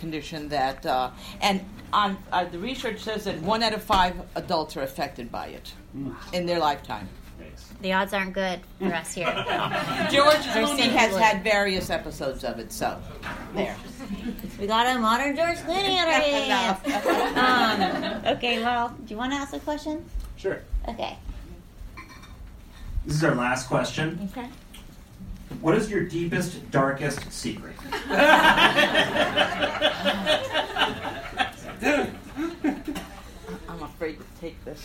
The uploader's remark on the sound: LIVE: CentroNia at Bier Baron Tavern. We finally had our first (very short) live show. We got to see the beautiful faces of our fans and heard real laughs!